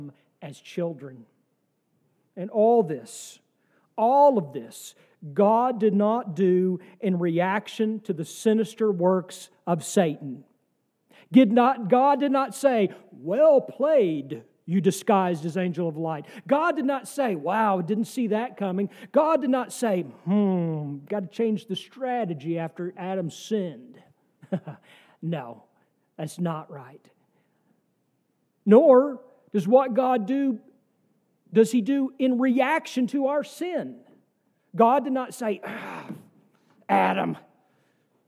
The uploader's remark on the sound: from our service on December 31, 2023